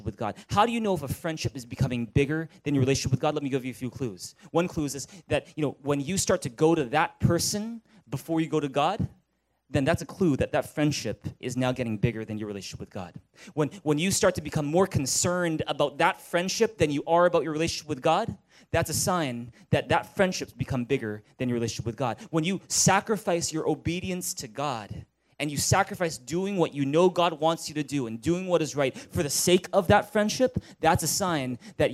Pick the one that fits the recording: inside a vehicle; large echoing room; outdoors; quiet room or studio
large echoing room